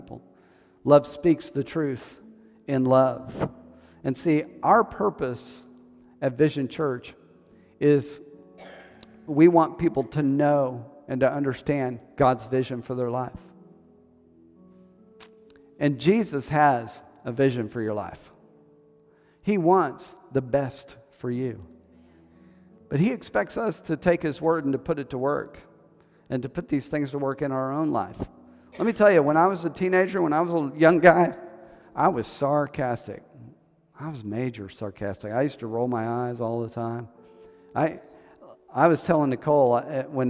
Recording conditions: large echoing room